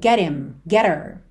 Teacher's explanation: Mas quando a gente tem ali uma palavra terminada em T, e logo depois him, her, pelo H tem um som fraquinho, esse h, muitas vezes ele acaba sendo suprimido e a gente liga no T